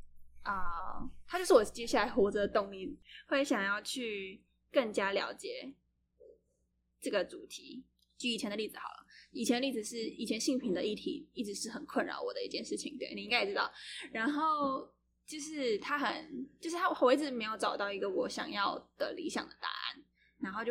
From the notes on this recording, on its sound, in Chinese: 這一集的音質比較不好，再麻煩你拿下耳機收聽會更合適。